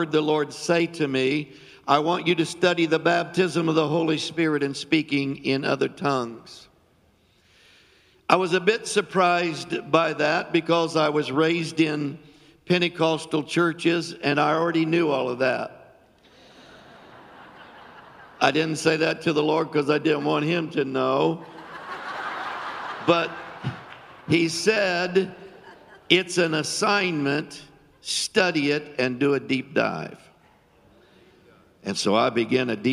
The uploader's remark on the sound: Filmed live on 10/09/20 at the Reset Conference hosted at The Oasis Church, Middletown Ohio.